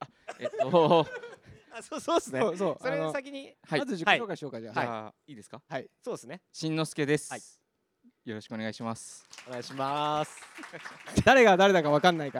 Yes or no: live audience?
yes